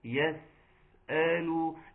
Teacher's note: السين ساكنة، خد بالك منها يا شيخ وزود زمانها